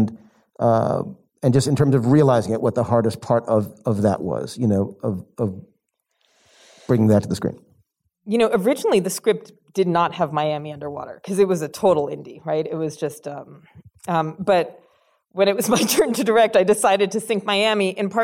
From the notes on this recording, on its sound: in a Q&A at the DGA theater in Los Angeles.